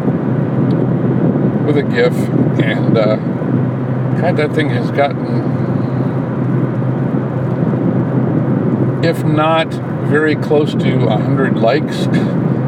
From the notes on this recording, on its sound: Commentary while driving home from the grocery store.